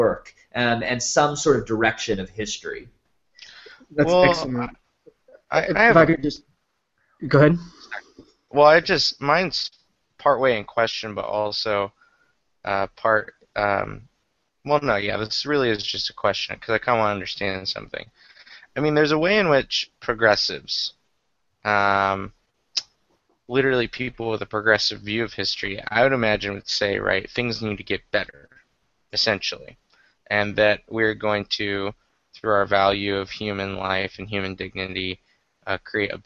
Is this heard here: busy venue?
no